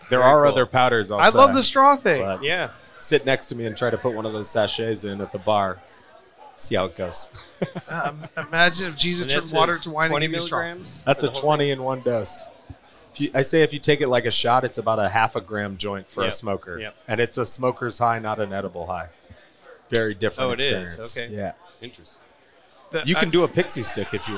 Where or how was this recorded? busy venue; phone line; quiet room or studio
busy venue